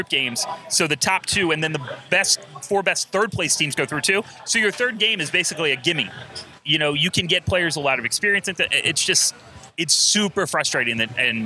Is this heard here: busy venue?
yes